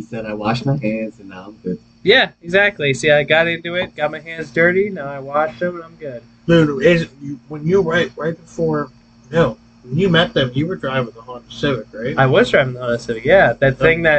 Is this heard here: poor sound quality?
yes